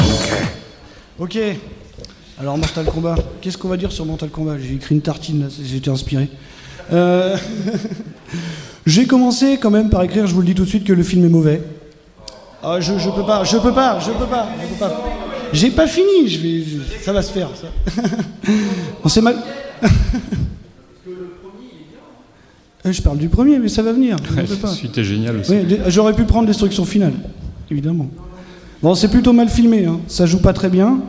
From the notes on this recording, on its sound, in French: Premier épisode live enregistré le 21 avril 2019 au festival Podrennes !